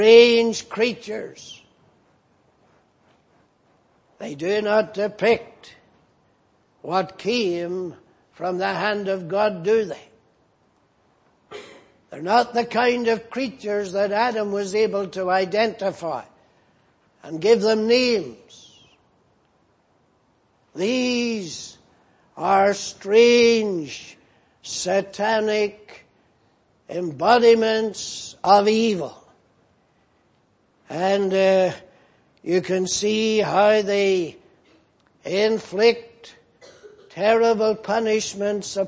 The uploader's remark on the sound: at the Lord's Day Morning service on 26th August, 2018